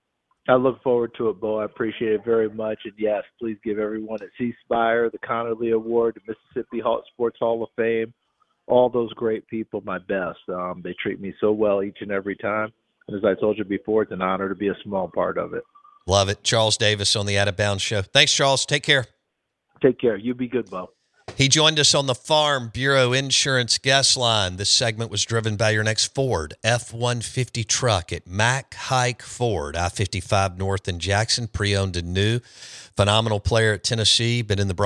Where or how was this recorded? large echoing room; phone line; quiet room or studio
phone line